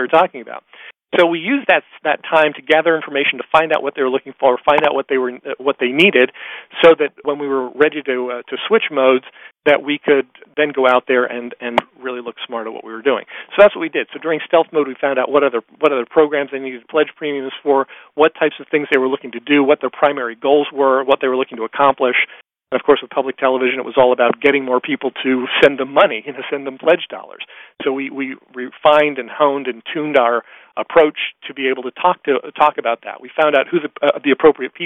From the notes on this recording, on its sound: excerpt from a live Top Secrets teleconference